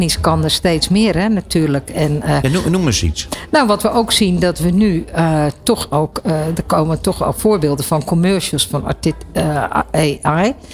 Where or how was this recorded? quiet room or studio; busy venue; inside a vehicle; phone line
busy venue